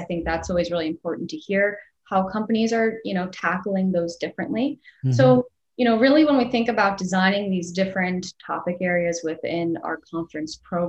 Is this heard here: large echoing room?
no